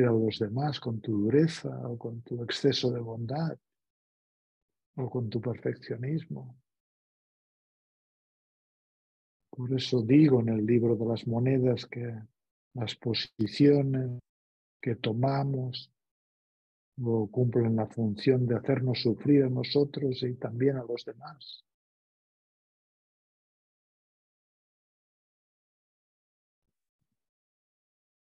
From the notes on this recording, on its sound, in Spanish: Esta meditación es una grabación de un encuentro online en vivo.